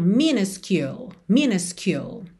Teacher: A primeira letra U vai ser um a. Já a segunda vai ser you.